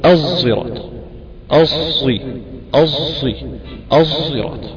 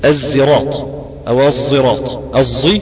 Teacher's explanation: يبقى فيها صاد مشمى فيها رائحة الزاي · Shown in: first take